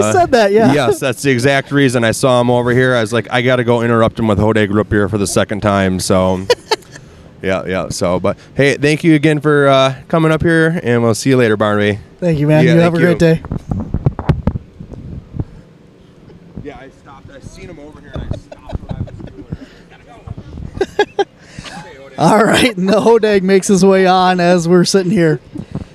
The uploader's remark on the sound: Today's show was recorded at the Hodag Heritage Days Festival in Rhinelander Wisconsin, Home of the Hodag!